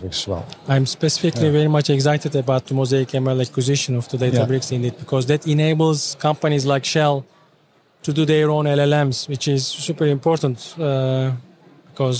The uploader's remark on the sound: In this English-language episode, live from the Big Data Expo.